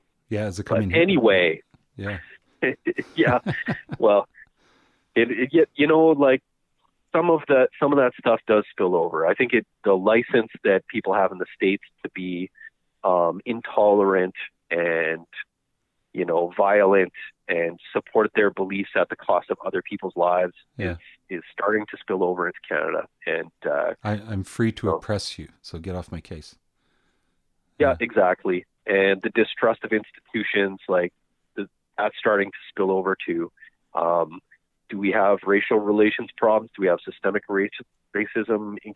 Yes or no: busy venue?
no